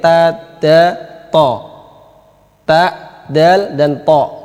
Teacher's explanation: Ini sama-sama tempat keluarnya, yaitu ujung lidah.